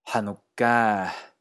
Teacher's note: con un sonido K alargado. Hanukkah, con una A alargada al final.